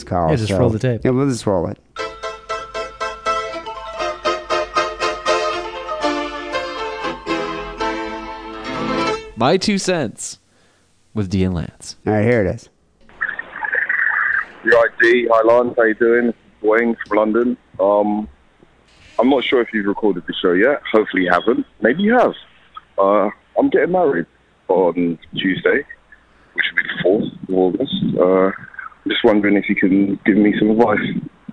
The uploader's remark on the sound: Phone calls.